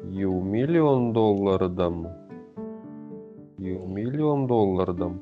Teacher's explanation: И звучит это все слитно. И ударение у нас на первый слог, на ю